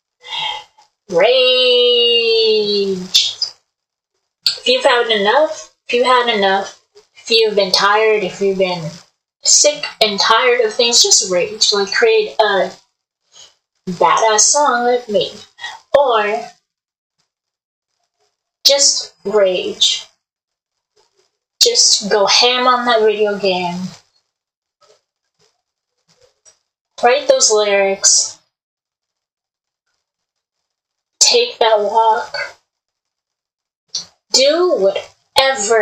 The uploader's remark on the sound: I couldn't make the audio clear.